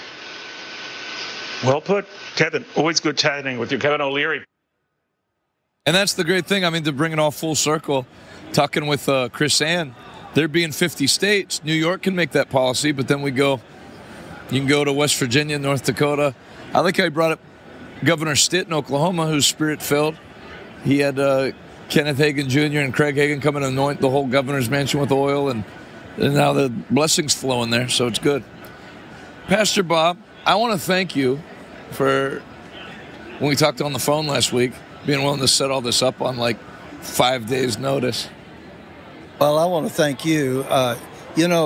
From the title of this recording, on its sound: LIVE from the National Religious Broadcasters Convention in Nashville TN